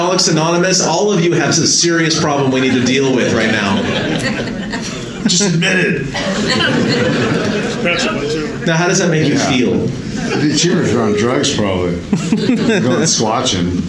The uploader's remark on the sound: Live from Ohio! Recorded live during the Ohio Bigfoot Conference! Answer questions from the audience.